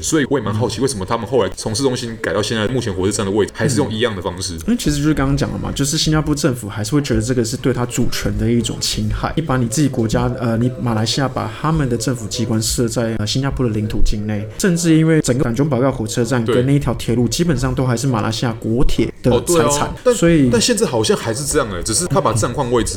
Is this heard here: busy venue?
yes